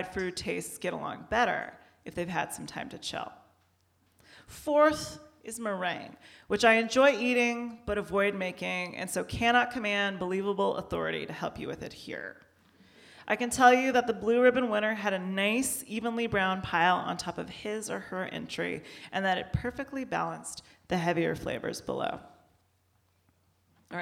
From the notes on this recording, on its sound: They’re on the road with readings accompanied by, yes, whiskey and pie. We caught their Town Hall Seattle show at Washington Hall on November 15.